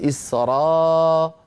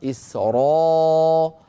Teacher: راء بضغط الصوت إلى قبة الحنك إلى سقف الحلق · Shown in: second take · Term: الراء المفخمة